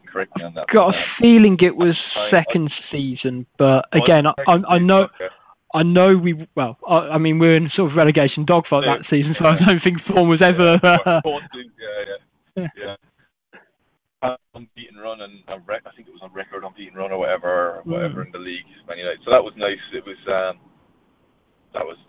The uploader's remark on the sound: over the phone on his way to training